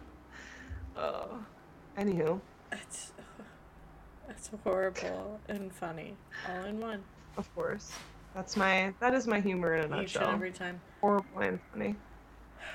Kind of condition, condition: fault, sounds in the background